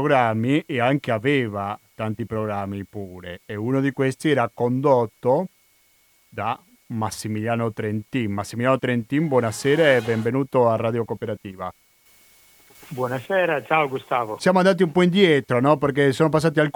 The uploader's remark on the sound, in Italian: Al telefono il professore di relazioni internazionali e medio oriente all'università di Bologna.